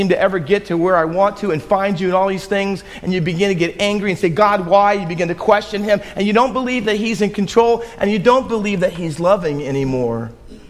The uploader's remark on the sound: Faith Baptist Church in Hamilton, NJ.